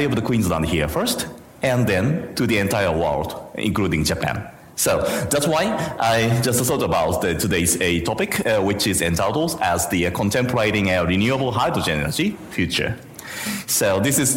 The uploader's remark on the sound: IFE Grand Challenge Lecture - recorded on on 23 August 2019 at QUT Gardens Point